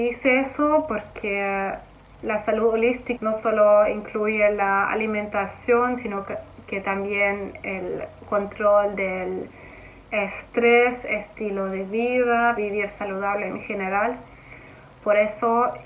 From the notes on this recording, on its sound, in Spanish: Perdonen la calidad del audio!